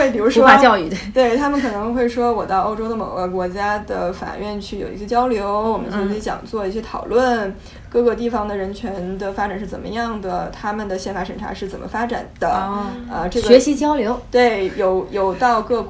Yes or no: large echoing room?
no